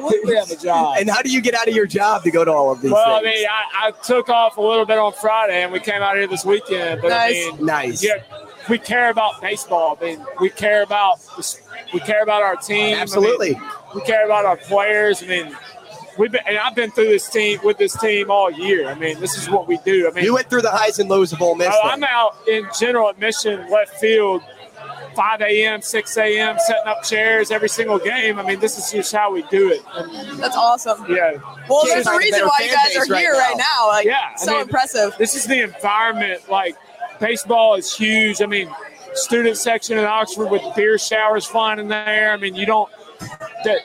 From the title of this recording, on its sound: Live at Rocco's